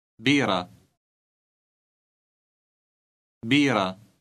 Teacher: It ends with a silent T that is pronounced ah.